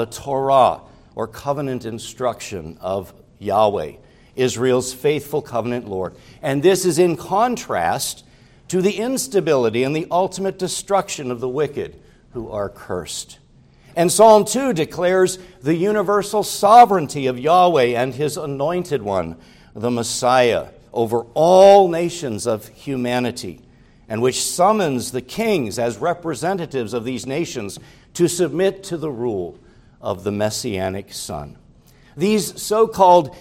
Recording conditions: large echoing room